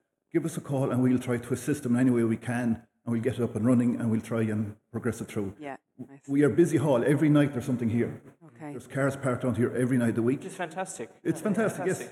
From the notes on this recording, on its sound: LIVE FROM Quin Community Centre